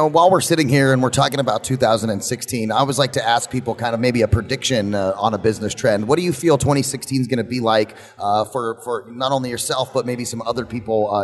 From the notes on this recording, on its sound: VoiceAmerica Broadcasts Live from CEO Space in Las Vegas.